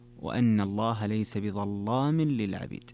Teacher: قال وأن الله ليس بظلام للعبيد، وغلظ ورش فتح لام لصادها أو الضاء أو للطاء. إذن قوله بظلام، اللام هنا مغلظة وهي في أصلها أنها مرققة · Term: تغليظ اللام